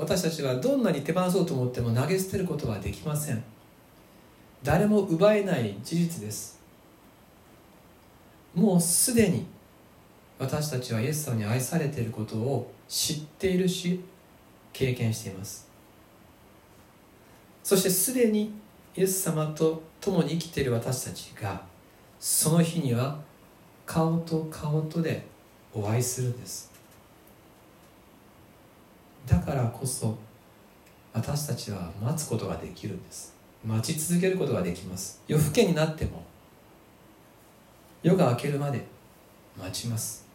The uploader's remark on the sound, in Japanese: 2020/08/16吉備教会礼拝メッセージ録音